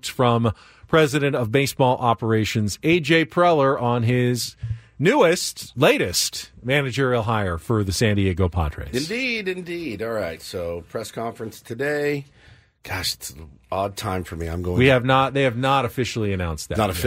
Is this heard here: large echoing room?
no